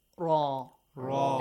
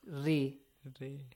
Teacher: Ra. It has fatha, it is heavy. Nice. If it has kasra, ri. Ri. So it is not heavy.